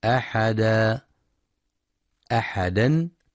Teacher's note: وفي حال الوقف يحذف تنوين الضم والكسر، أما تنوين الفتح فيبدل ألفا ويسمى مد عوض نحو أحدا أحدا، تنطق أحدا عند الوقف.